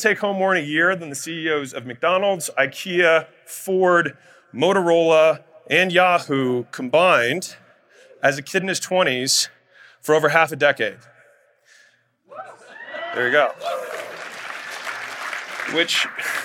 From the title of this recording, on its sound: Keynote Speech at Future Flipper